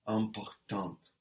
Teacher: Good. So we add an E onto important, and we hear that final T then